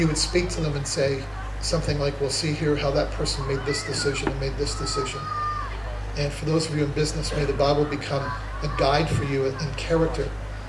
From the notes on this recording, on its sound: Summer Conference 2023 - Session 2